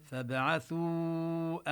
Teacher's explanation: ونبين قلقلة الباء الساكنة